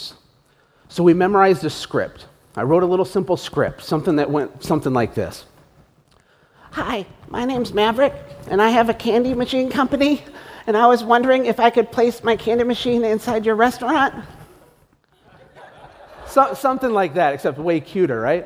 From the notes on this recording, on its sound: (live event recording). Listen behind the scenes at a live event. Spoke to 600 new entrepreneurs.